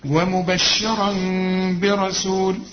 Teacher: اقلاب مع الاخفاء مع الغنة، فما اقفلش شفايفي